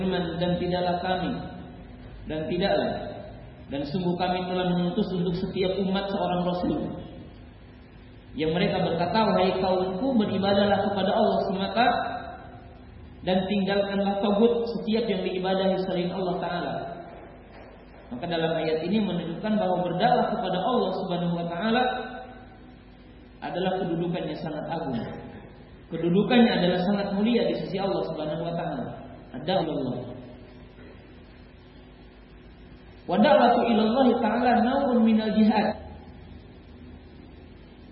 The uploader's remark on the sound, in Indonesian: Safari Dakwah Magetan. Di Masjid Al Khoir Magetan.